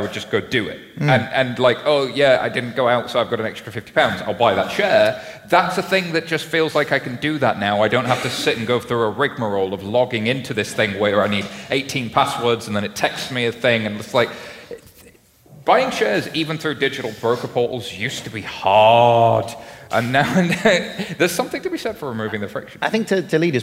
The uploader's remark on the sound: Recorded live in London